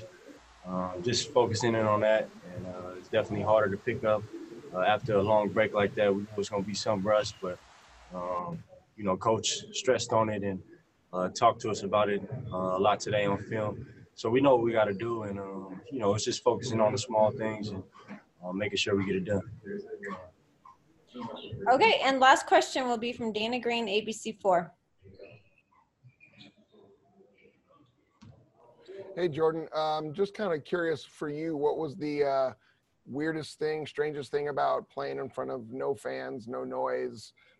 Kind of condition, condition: link, video call